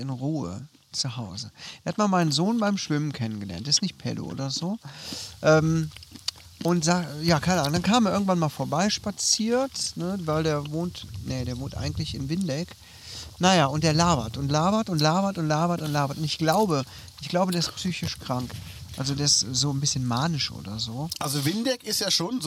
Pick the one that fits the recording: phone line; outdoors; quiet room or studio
outdoors